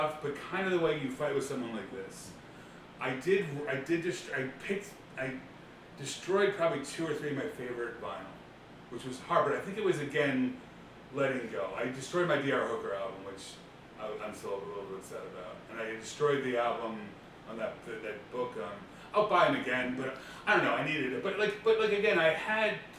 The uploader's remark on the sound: This is part of a series called "Conversations with Friends" which are edited very simple with the intention to make the listener feel like they are in the room just listening. It's not meant to have perfect sound or detailed editing, but a more loose style of documentary raw audio recording.